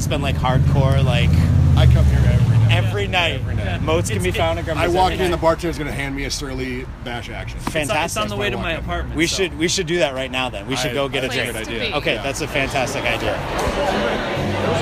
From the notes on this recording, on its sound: spent the evening chatting with audience members for the 2017 MN Fringe Festival